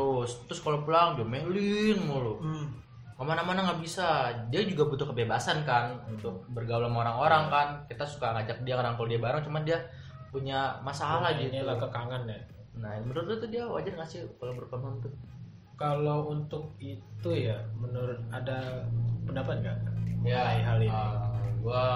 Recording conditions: echo